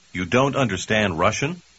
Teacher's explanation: Как и в русском языке, американцы часто задают вопрос, просто изменяя интонацию